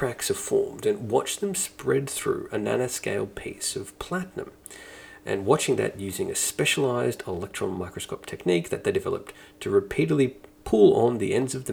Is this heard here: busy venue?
no